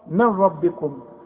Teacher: خلاص من ربكم، من نون ساكنه بعدها ايه بعدها راء، كل نون ساكنه بعدها راء ما تغنهاش، اسمه ادغام كامل بدون غنه